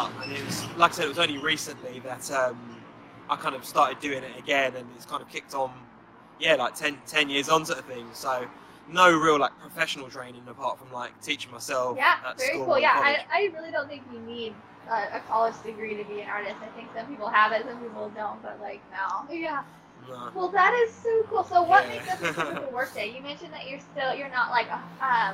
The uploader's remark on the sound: You’re going to hear a little background noise in this episode so please excuse that. We recorded this mid-day at 2:00pm UK time, which was 8:00am central Midwest. Take a break from filming to hop on this interview.